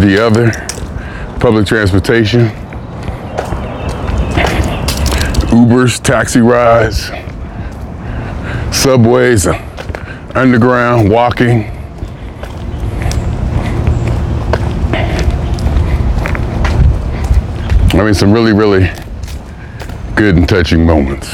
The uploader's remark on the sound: Me Walking Talking